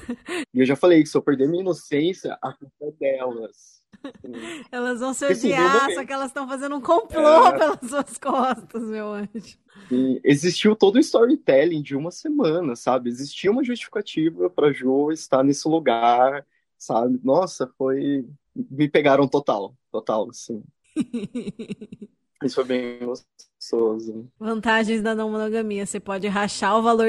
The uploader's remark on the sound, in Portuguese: O áudio dos melhores momentos do nosso primeiro encontro com apoiadores pelo Zoom.